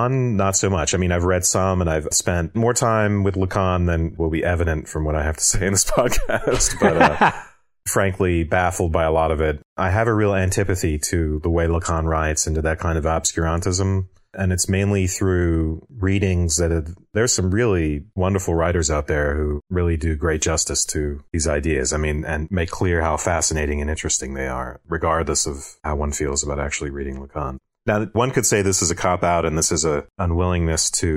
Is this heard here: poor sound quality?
no